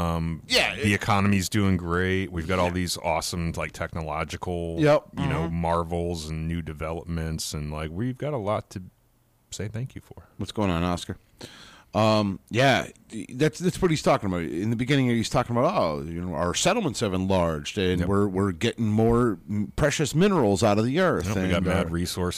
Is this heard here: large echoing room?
no